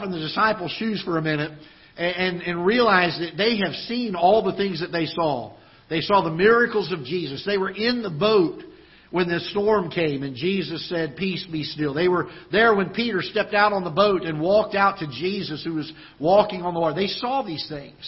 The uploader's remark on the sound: Ketha Heights Baptist Church ~ Live Broadcast